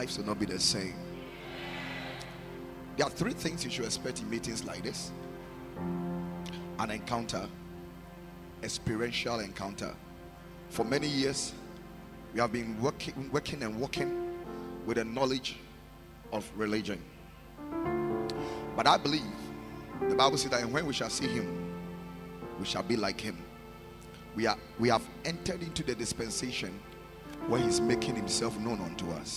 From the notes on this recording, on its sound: Preached at Night of Hope, at the Lighthouse Chapel International, Akim Oda.